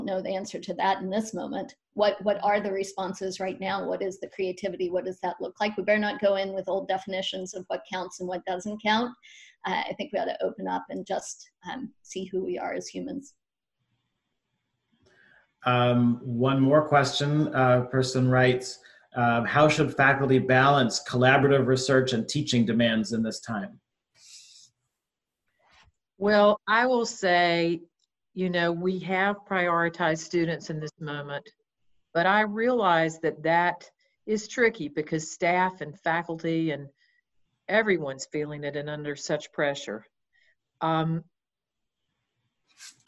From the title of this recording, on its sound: Zoom Talks Series